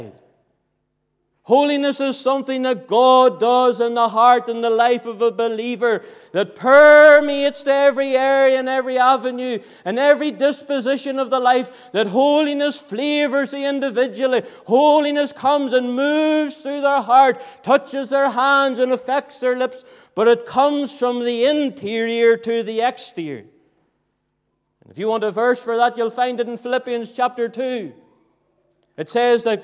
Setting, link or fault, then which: setting, large echoing room